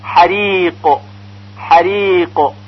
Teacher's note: حالا در آخر کلمه دقت کنید، حریق حریق اقوبله حریق حریق. میبینید که قاف ساکن در آخر کلمه محکمتر و شدیدتر از قاف ساکن وسط کلمه ادا میشه · Term: قلقله کبرا